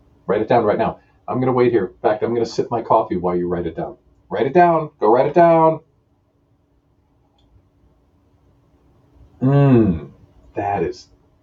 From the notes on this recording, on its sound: (And, yes, my microphone malfunctioned, sorry for the terrible audio.)